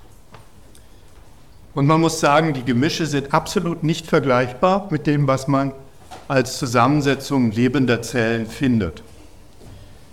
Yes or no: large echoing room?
yes